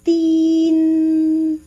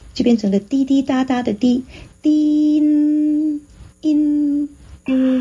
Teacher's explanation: 要有前鼻音。如果没有前鼻音，就变成了滴 · Shown in: first take